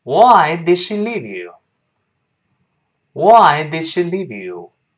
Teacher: 就舌尖顶住了这个 d，顶住，但没有发 d，没有爆破出来 · Term: 失去爆破